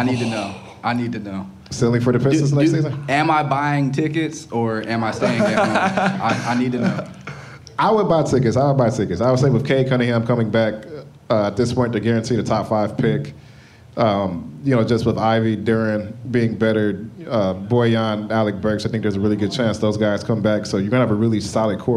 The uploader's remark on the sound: It's our first live show! Answering live crowd questions at Hopcat Detroit. Revel in the sounds of our first live taping.